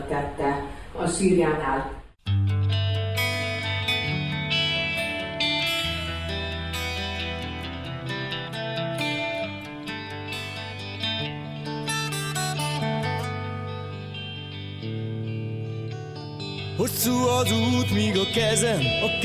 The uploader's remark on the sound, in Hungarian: Szabadkán. A hangfelvétel a VM4K asszonykonferenciáján készült.